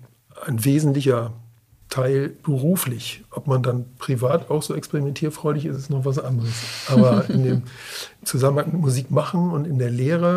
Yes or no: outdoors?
no